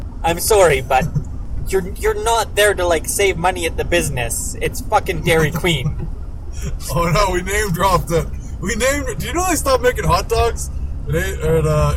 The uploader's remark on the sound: sorry about the poor audio its a travelling episode